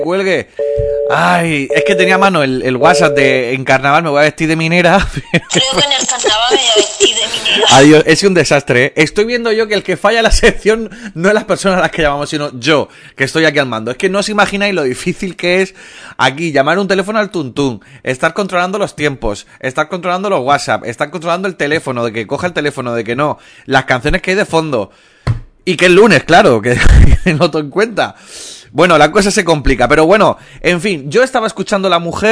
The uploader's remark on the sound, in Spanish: hemos llamada a un número al azar y su llamada ha sido respondida íntegramente con whatssap de audio